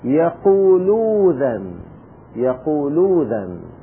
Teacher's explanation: هنا في إذن أيضا الهمزة ساكنة، وما قبلها حرف مضموم يقول ذن، قلبنا الهمزة في إذن إلى واو، يقولو ذن، يقولو ذن.